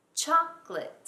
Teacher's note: I swallow the O. I never say it.